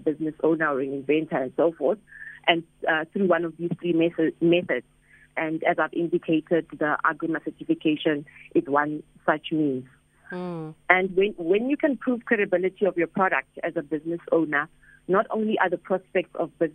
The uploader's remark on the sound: we are joined on the line